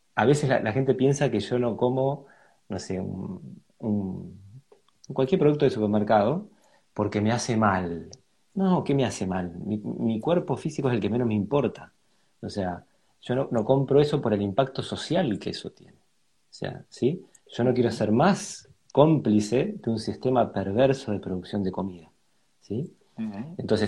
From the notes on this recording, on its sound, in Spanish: Audio de la charla en vivo por Instagram